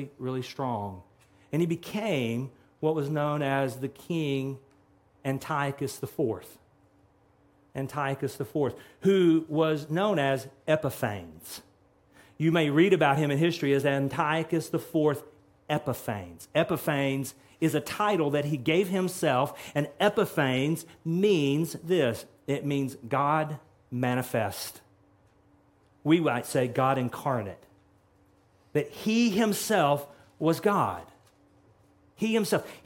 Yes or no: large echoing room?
yes